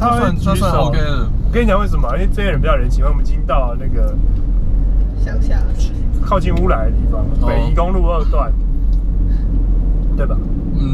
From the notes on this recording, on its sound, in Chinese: 開車、講幹話、去宜蘭。GoPro錄音，聲音頗爛，盡請見諒。